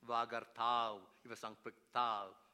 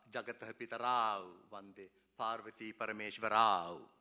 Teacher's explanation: the diphthong au, the heaviest grade of the vowel called vriddhi in Sanskrit, and the dual ending in Sanskrit.